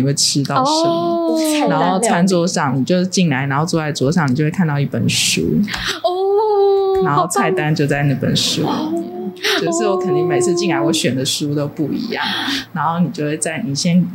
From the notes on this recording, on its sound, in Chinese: 本集錄音機罷工啦～無法有效排除環境音，因此音質有點瑕疵